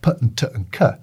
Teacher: When you're actually producing them, no air is flowing through your vocal tract. Nothing is vibrating. There is no acoustic activity or virtually none. · Term: voiceless stops